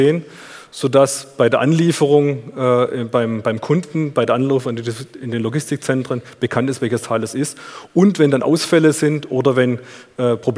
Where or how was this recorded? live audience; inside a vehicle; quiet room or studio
live audience